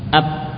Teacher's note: Suaranya berhenti. Ta coba at dalam posisi ujung lidah masih di pangkal gigi · Term: huruf syiddah